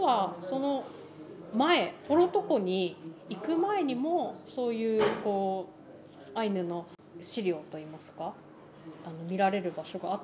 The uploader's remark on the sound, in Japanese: 白老町のコミュニティセンターの1階にあるカフェ「ピラサレ」で収録しています。